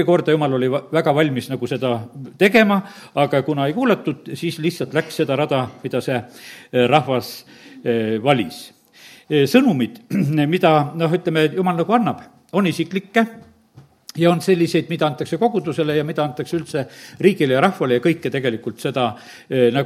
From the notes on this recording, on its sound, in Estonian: Audio salvestus koosolekult